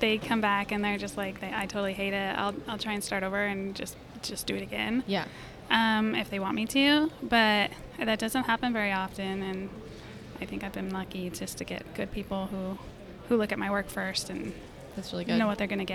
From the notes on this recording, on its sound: Live (sort of) from Photo Plus Expo in NYC at the Javits Center.